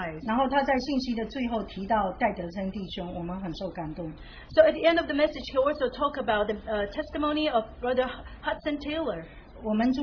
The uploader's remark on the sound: Open Sharing from Christian Family Conference